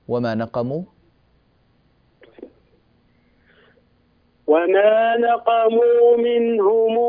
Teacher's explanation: المد ست حركات اجعله أطول، هذا مد صلة كبرى كما قلنا لك اليوم.